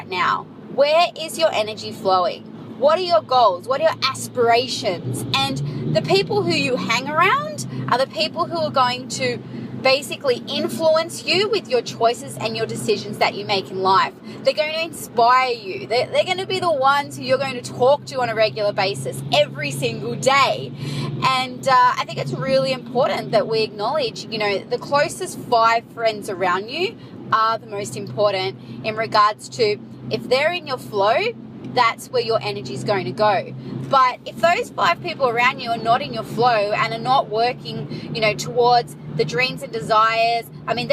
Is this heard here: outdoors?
yes